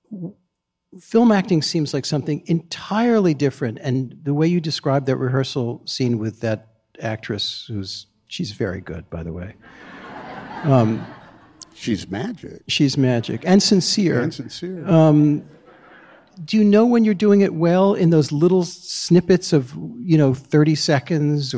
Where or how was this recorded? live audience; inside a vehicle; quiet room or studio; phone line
live audience